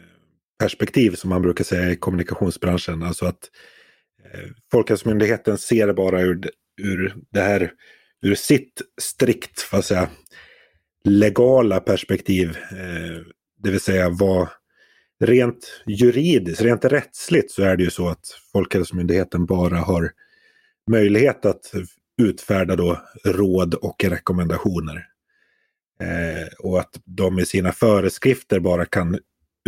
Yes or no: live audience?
no